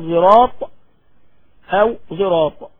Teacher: اشمام الصاد صوت الزاي معناه خلط صوت الصاد بصوت الزاي